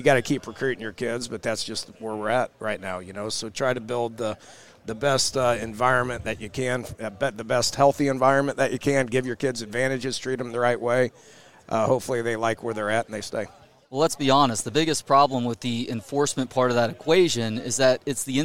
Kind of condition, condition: setting, busy venue